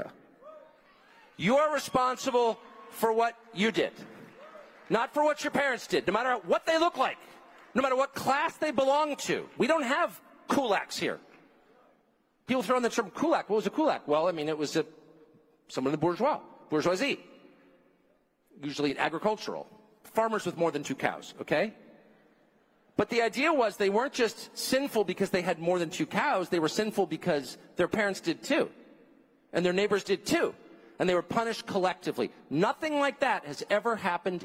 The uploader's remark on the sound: speaks at AmericaFest